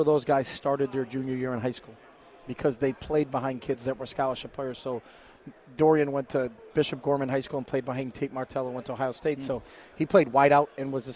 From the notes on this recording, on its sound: Live from Pac-12 Media Day.